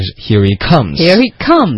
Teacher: 是重音应该放在 comes,他来了，来了这才是重点。